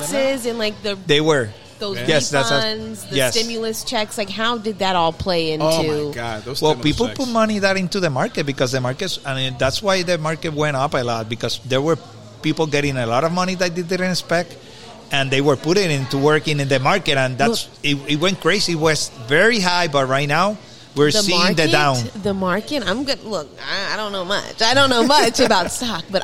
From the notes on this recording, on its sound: This show was recorded on location at the Cafe Don Juan in Winter Park, FL. While getting ready to record we caught the attention of a patron.